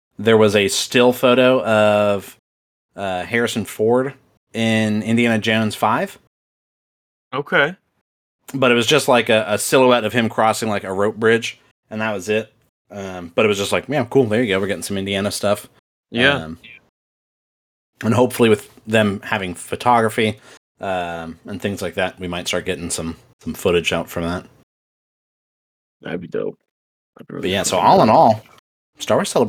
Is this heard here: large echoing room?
no